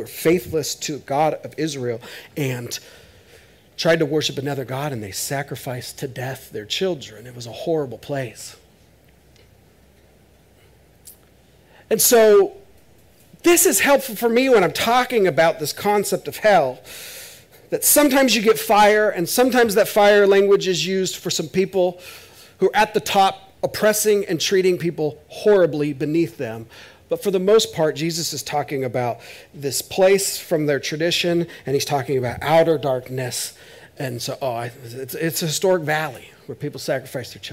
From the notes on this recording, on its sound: This is audio ripped from the Live Service video.